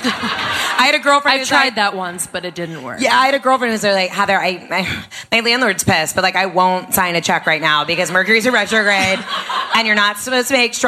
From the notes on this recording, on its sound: Live Show. Bringing it to you LIVE from our event in New York at Chelsea Music Hall.